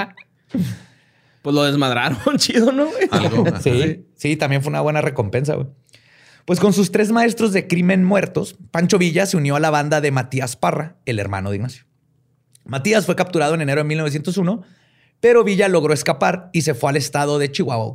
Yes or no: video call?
no